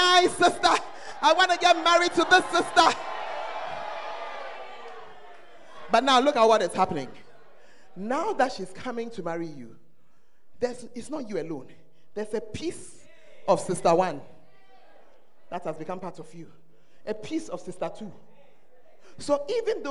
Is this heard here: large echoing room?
yes